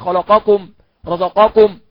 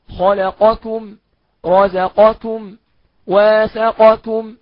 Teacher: لأن نحن نسمع أخطاء كثيرة جدا شائعة في هذه الكلمات، نسمع خلقكم رزقكم يقلب الكاف قاف، فنقول له انتبه من هذه الكاف المضمومة بعد القاف أن ترقق، تحافظ على ترقيقها جيدا · Shown in: second take